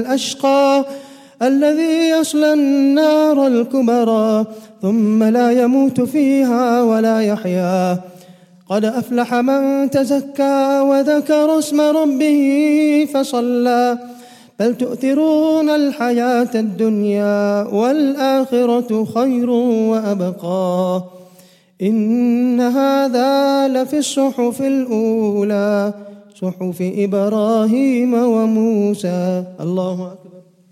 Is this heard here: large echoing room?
yes